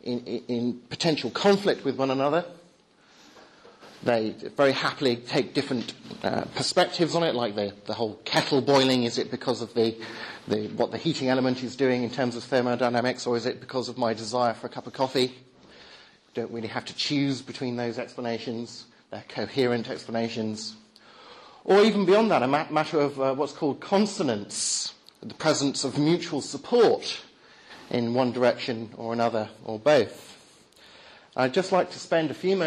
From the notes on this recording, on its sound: Talk at the Reasonable Faith? Course, Highfield Church, Southampton, October 2010.